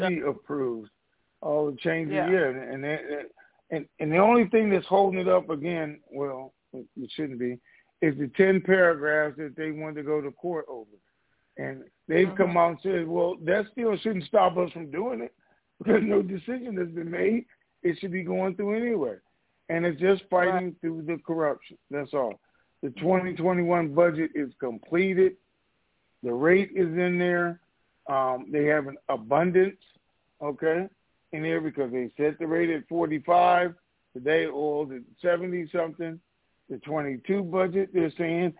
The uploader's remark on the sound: TNTSuperfantastic Conference Call.